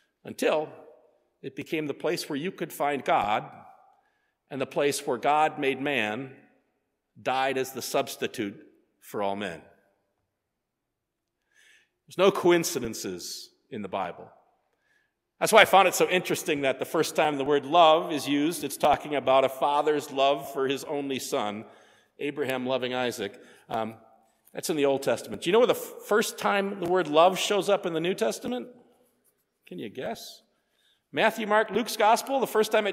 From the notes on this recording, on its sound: sermon preached at Faith on Feb 18, 2024